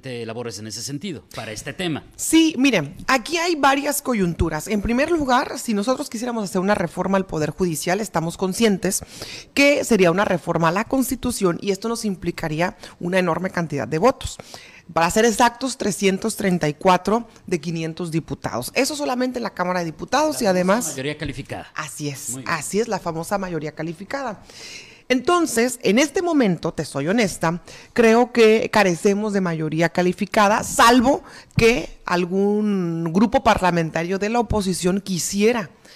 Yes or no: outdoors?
no